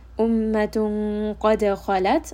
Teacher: Ummatun qad khalat, qaf is permanently heavy. Dal is part of kutub jad, meaning it has qalqala, there is a bouncing sound. Khalat, kha is heavy.